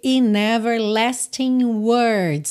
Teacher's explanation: a gente não pronunciou o G de everlasting. E repara que a junção de everlasting e words ficou com aquele som nha, nha, como NH em português.